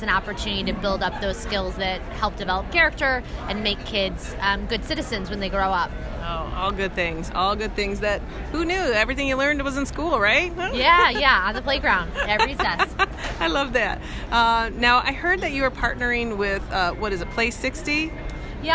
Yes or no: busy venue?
yes